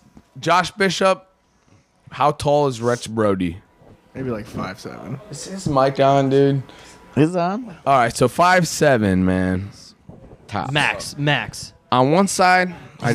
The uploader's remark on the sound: Live from the after after party